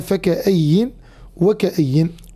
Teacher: وروى الأئمة الباقون بهمزة قطع بعد حرف الكاف بدون مد، وبعدها ياء متحركة بحركة الكسر مشددة، هكذا فكأين وكأين.